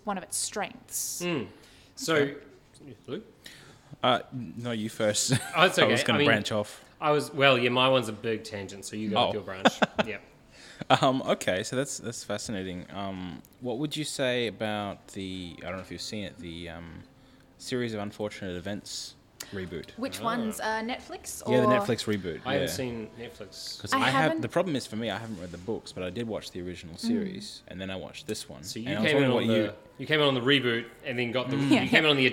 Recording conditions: live audience